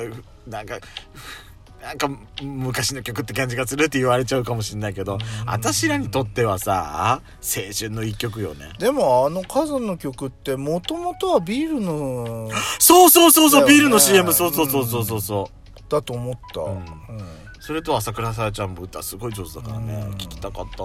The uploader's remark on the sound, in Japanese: パーキング収録